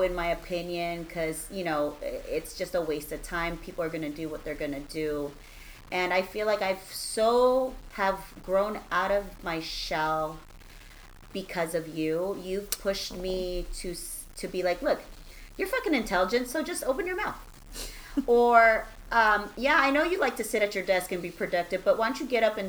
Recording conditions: distortion